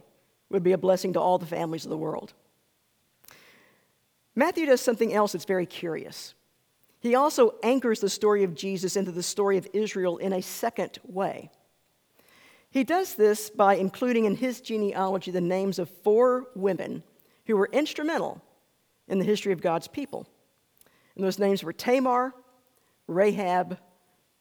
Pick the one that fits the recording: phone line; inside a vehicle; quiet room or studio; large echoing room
large echoing room